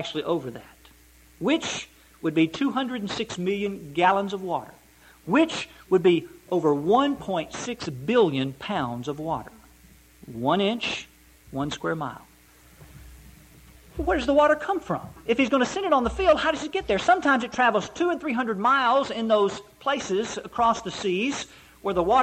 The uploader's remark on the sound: Preached at Eureka PBC.